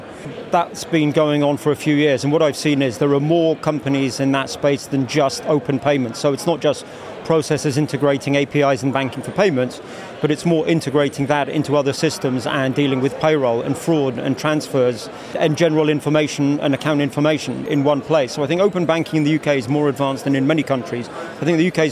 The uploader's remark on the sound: Recorded in partnership with Freemarket at FinTech Connect, that took place at the Excel in London. We recorded a series of interviews from the Freemarket booth with a number of the speakers and attendees at the event.